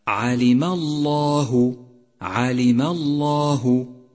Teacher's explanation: فخمت لام لفظ الجلالة في قوله تعالى علم الله علم الله، لأنها مسبوقة بحرف مفتوح.